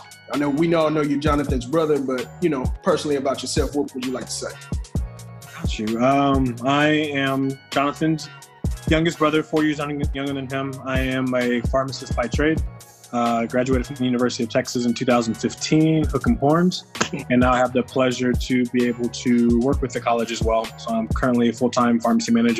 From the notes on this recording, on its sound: a special ZOOM edition of the podcast